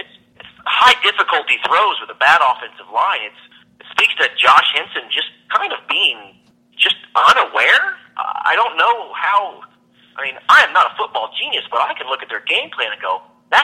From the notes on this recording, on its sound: phones